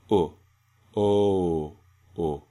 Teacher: we are moving in the traditional diphthong O from the omicron circle O to the upsilon foot sound, oh. Because it's the tail of a diphthong, it's naturally going to be relaxing.